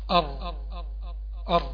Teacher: ما بيكتمش الراء لأنه من صفته صفة البينية لازم صوت الراء يجري شوية تمام. يبقى عند ظهر اللسان هنا تحس انه اتقعر شويه.